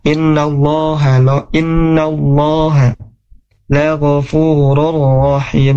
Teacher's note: lafaz Allahnya di sini tebal ya, tafkhim